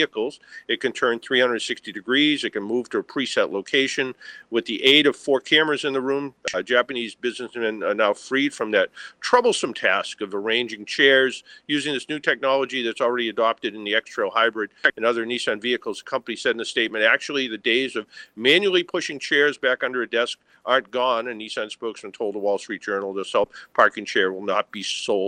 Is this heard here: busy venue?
yes